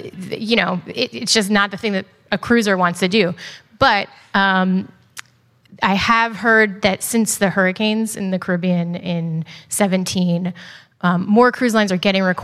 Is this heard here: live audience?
yes